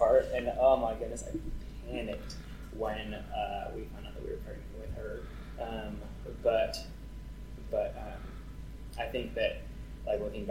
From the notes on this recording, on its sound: I wanted to apologize for the poor audio on this one. To keep it authentic we decided to remedy the audio as best we can instead of rerecording.